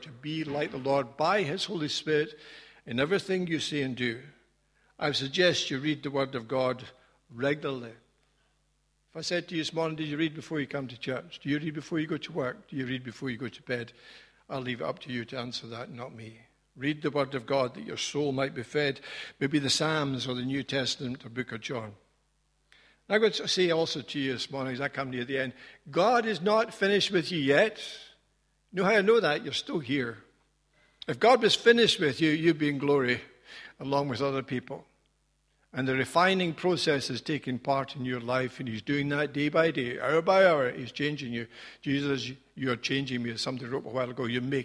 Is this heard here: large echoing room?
yes